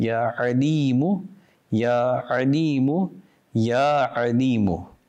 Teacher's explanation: With an Ayn. The makhraj of the Ayn is from the center of the throat. Do not say Ya Alimu with a Hamza.